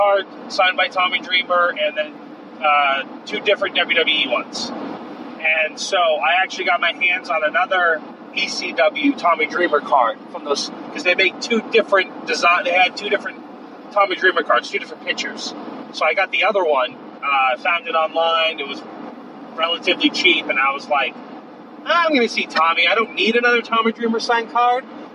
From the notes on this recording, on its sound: Recorded on the road to and from Limitless Wrestling: Welcome to the Dance in Westbrook, Maine. On the way home we talk about the show itself.